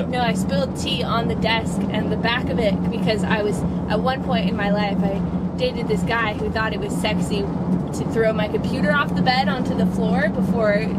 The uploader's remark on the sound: from the van